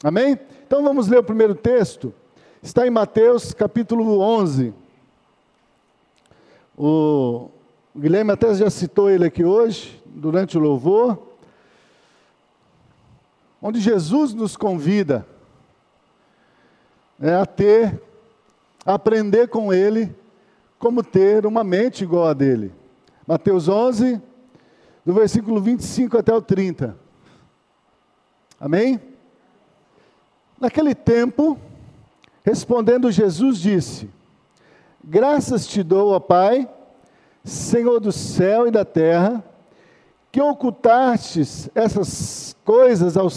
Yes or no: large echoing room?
yes